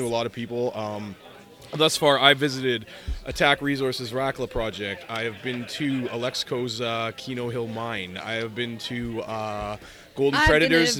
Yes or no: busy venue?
yes